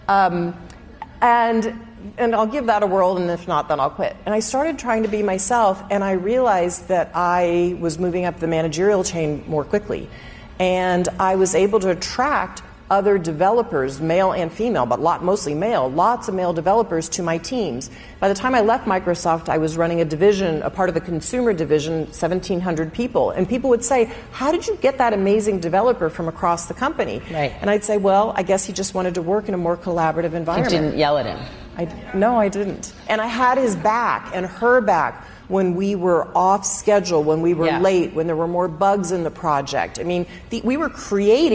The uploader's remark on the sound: Recorded in Dallas in front of a live audience on "The Moment of Lift" book tour.